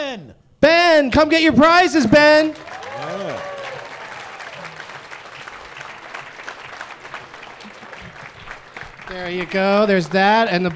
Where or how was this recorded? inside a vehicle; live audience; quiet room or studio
live audience